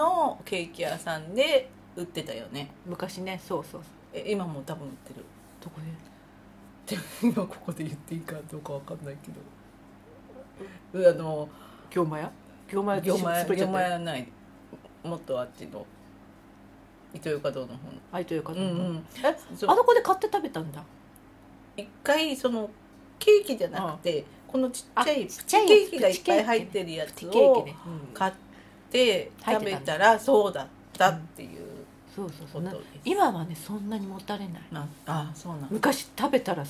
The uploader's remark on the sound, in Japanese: 今回もゲストを求めての自分の家ではないので若干雑音が入りますが許してください。